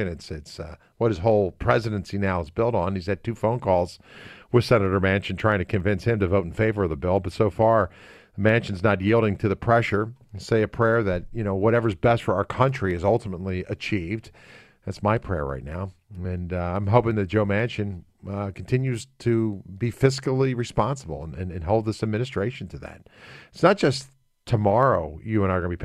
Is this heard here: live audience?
no